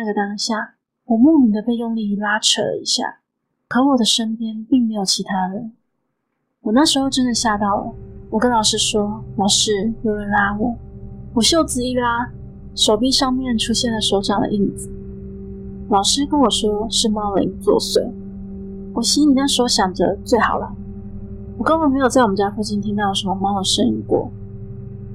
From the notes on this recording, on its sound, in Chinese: 音檔從Youtube影片轉來。會有音質上的不足。